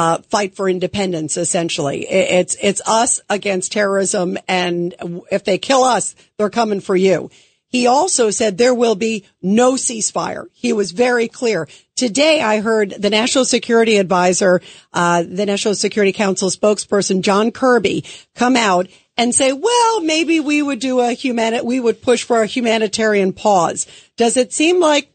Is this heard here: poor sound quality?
no